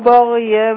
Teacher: لازم أخلي الباء رقيقة منفصلة تماما، أفصل الترقيق عن التفخيم للغين · Term: الترقيق للباء